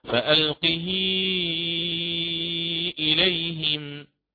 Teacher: فيكسر هاء الكناية وكانت بين متحركين فأتى بالصلة، وهذه المرة الصلة على الإشباع لأن ما بعدها همزة قطع، فيقرأ فألقه إليهم هكذا.